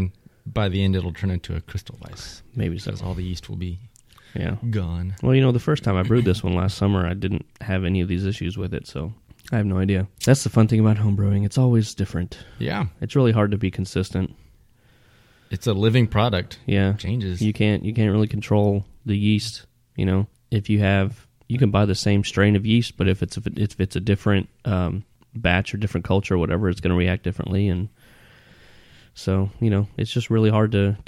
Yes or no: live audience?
no